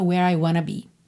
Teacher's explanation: Aqui é muito comum você ver por escrito where I want to be, mas na pronúncia where I wanna be